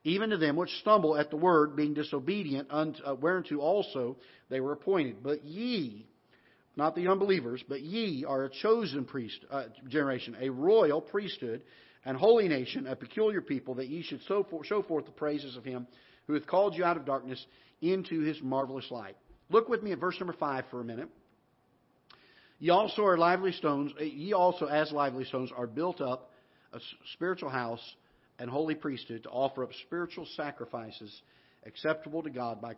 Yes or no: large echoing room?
yes